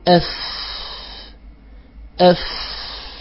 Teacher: تضع أصول الثنايا العليا على بطن الشفة السفلى، فالصوت يجري لضعف الاعتماد على المخرج · Term: حروف رخوة